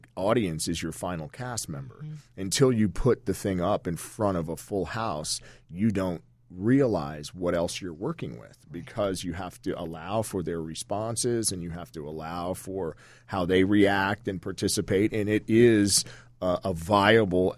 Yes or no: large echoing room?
no